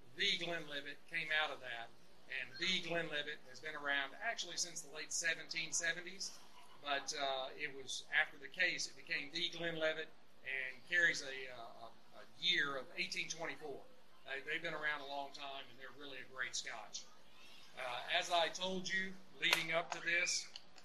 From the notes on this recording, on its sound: The audio on this one was pretty bad, I have learned a lot since the early days of the show.